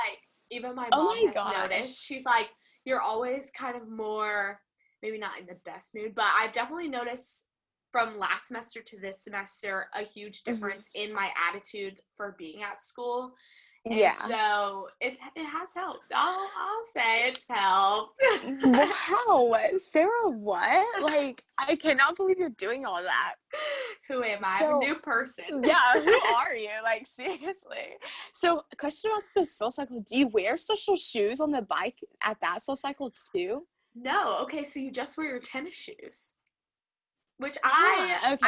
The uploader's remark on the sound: catch up with each other 200 miles apart on their first ever zoom podcast